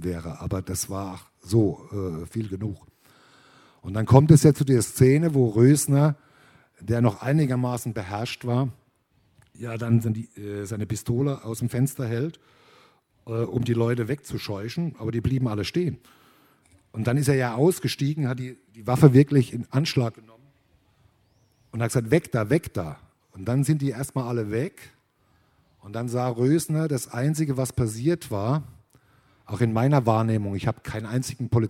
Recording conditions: busy venue